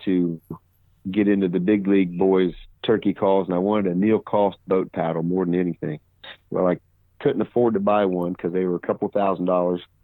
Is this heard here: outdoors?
no